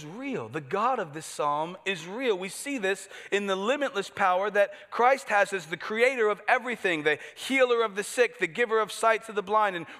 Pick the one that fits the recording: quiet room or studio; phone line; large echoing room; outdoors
large echoing room